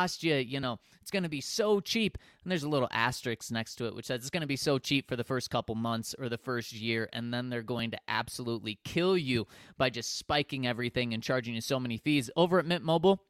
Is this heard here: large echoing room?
no